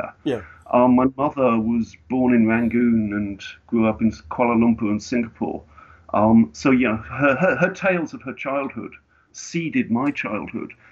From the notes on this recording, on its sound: fires up Skype